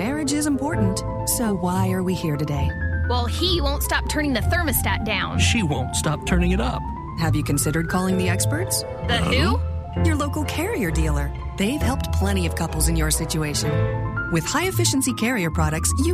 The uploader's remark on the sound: The show hosts a radiothon for St. Martin de Porres Center to help families with food and clothing live from Knights of Columbus Council 364.